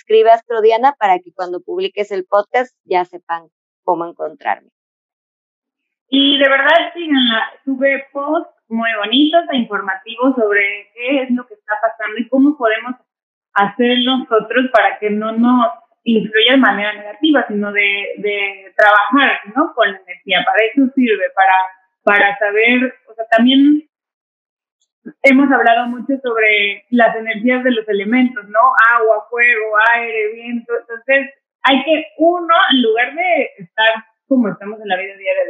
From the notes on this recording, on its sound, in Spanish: Gracias por tu paciencia con el audio.